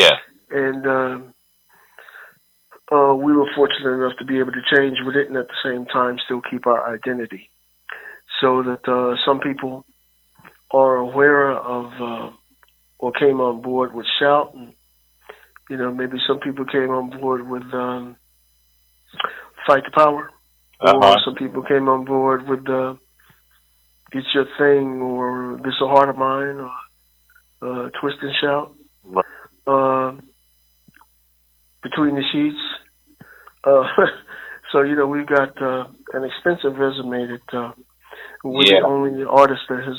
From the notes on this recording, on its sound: telephone interview